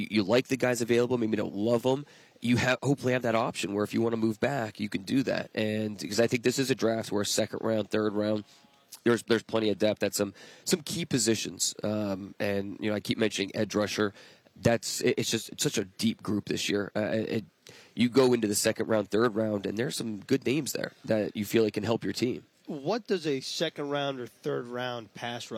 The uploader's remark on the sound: live from the 2023 NFL Combine